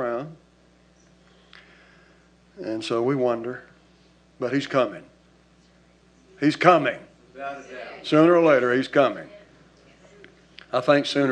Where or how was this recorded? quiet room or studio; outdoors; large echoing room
large echoing room